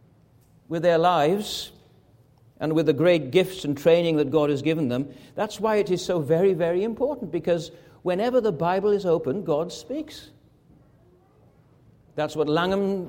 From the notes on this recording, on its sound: This is a recording which was preached at Anne Street Presbyterian Church in June 2018.